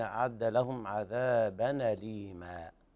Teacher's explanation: مد طبيعي عوض عن التنوين المحذوف